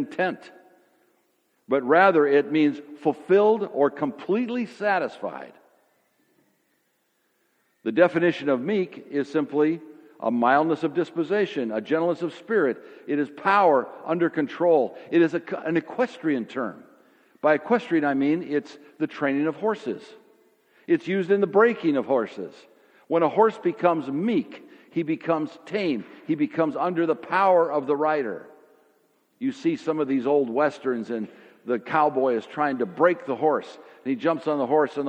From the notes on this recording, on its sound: Sermon audio from FIBC Copenhagen, from Sunday, May 1, 2016.